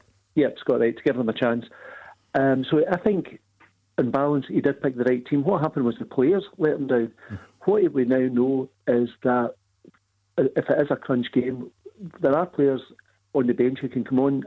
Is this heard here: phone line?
yes